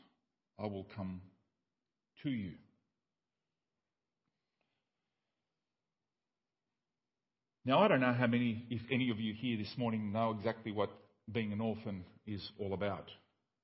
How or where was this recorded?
large echoing room